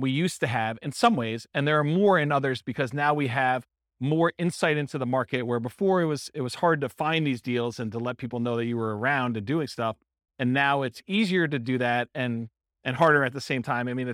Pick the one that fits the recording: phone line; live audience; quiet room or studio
live audience